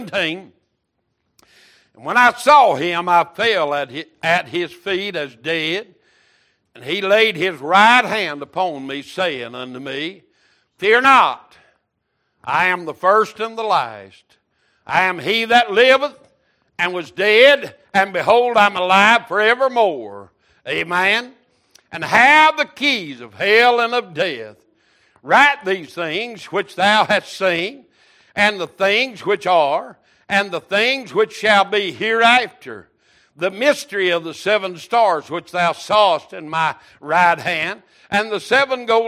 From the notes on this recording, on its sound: Wednesday Evening Service